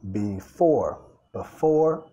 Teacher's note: acentuando la segunda sílaba ahí